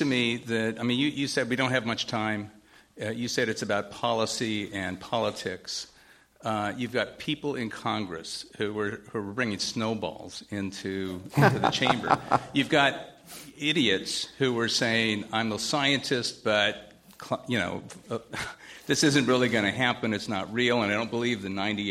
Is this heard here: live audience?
yes